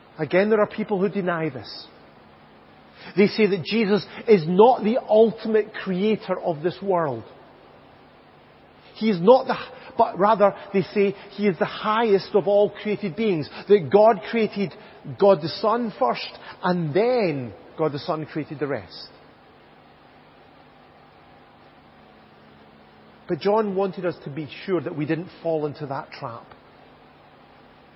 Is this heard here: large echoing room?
yes